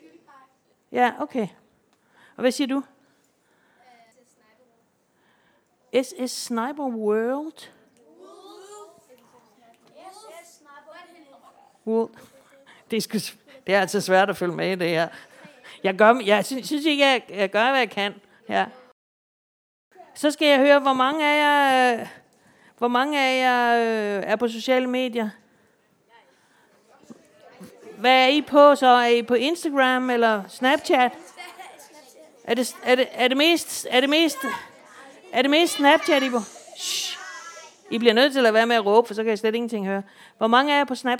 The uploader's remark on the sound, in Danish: Podcasten fungerer også som en Q&A, hvor en aktiv og interesseret skoleklasse spørger ind